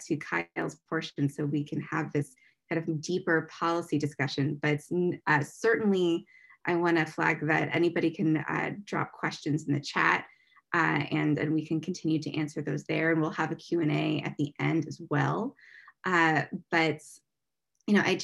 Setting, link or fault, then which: link, video call